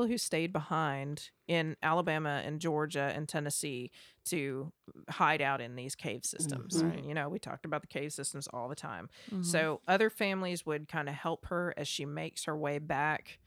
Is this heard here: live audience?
no